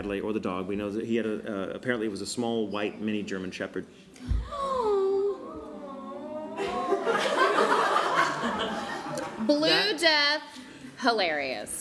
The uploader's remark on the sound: LIVE from Louisville Supercon. In this, our very FIRST live show.